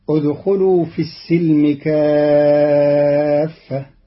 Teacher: قرأ قالون كلمة السلم بفتح السين